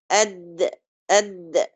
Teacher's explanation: ومخرج هذه الحروف ما بين ظهر طرف اللسان العريض وأصل السنيتين العلويتين · Term: أسنانية لثوية